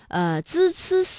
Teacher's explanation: 滋滋滋呢发音的时候啊，这舌尖是平伸的，是抵住上齿。背或者是下齿背，控制舌尖不要抬起。那读"叽叽兮"的时候啊，舌面的前端要隆起，舌尖要深深的垂到下门齿的背后。哎，这就是他们发音的一个特点。那么接下来呢，我们将继续诵游中国的旅程。那大家呢，在诵游的过程当中呢，也依然可以去巩固一下有关"吱吱吱"、"滋滋滋"以及"叽叽兮"的发音和他们的对比。李白影响了一代代的中国人，在四川江油，大家通过种种方式来纪念、追 · Term: 平舌音